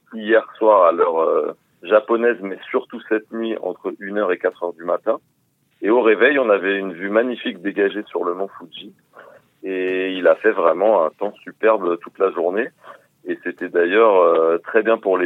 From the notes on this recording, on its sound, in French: à Fujiyoshida, au Japon, par téléphone